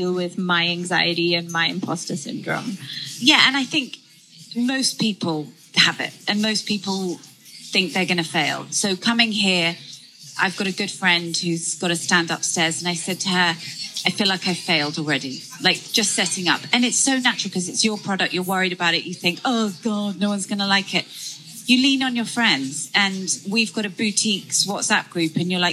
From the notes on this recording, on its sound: Live conversation recorded at Boutiques Fair Singapore.